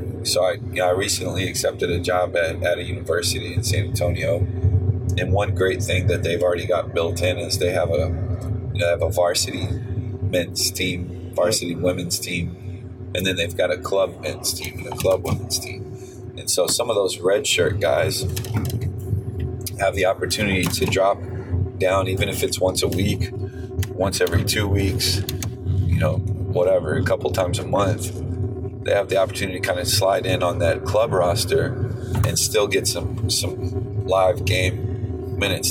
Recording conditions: inside a vehicle